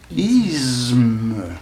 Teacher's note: Me étant une sonore, c'est-à-dire comportant des vibrations glottales, par assimilation, le se qui précède a une tendance, qu'on le veuille ou non, à devenir sonore lui-même.